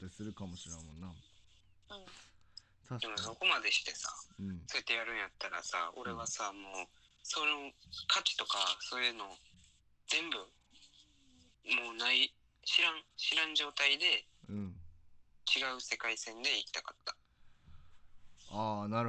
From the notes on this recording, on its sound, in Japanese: 今回は僕の体調不良のためリモートでの収録となっております。無料通話アプリを介しての収録となるので通常運転で音が悪くなっております。